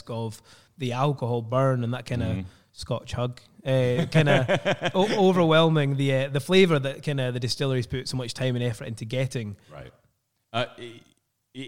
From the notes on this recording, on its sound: on location in Aberfeldy, Scotland at the Dewar's Aberfeldy Distillery